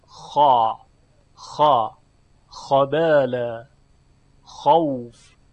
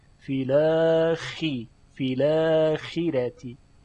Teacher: گرچه استعلا داره و در تلفظش ریشه زبان و جذر اللسان به طرف بالا و عقب کشیده میشه و استعلا را ایجاد میکنه اما تفخیم اون کمتره · Shown in: second take · به لحاظ اینکه مکسوره، یعنی صدا به درشتی خاء مفتوح نیست.